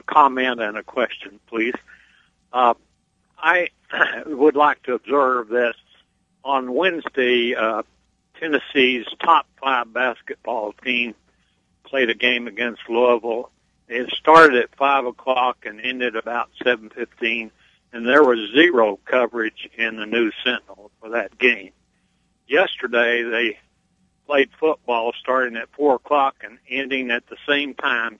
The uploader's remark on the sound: take phone calls on the show